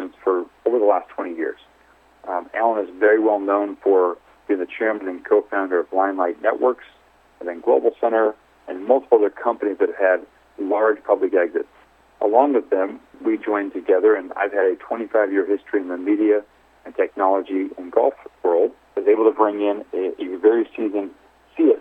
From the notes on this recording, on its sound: called in to SmallCapVoice